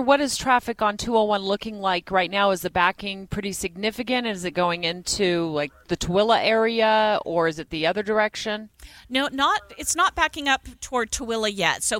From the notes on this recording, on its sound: Broadcast live from the Utah State Fairpark where the Power District will live and could house a billion dollar MLB stadium.